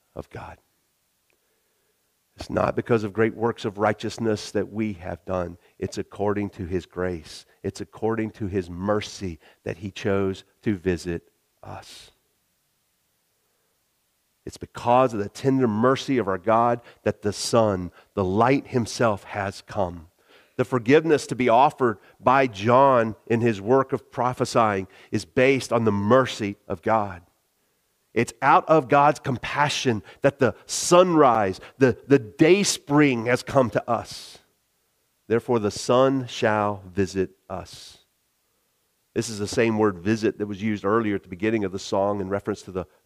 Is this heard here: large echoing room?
yes